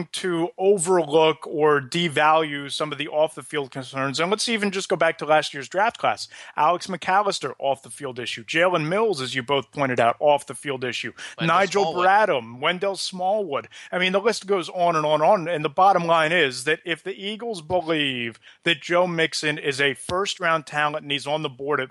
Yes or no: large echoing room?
no